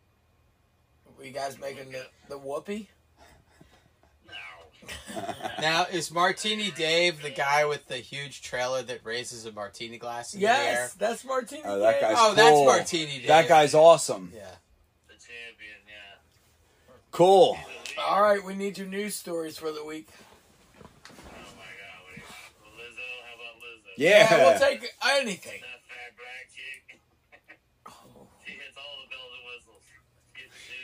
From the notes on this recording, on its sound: on the phone